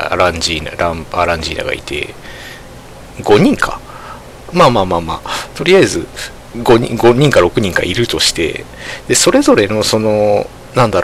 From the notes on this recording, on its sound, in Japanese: From Radiotalk。今回マイクの設定をミスってちょっと音割れがひどいです。